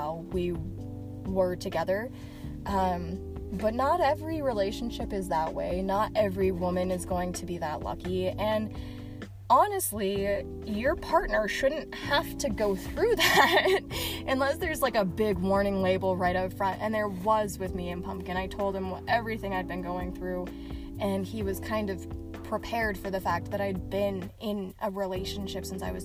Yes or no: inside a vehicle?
yes